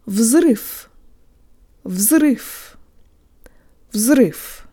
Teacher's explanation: The last V sounds like an F.